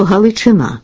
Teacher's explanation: А насправді маємо іменник з одним «ч» і наголосом на закінченні.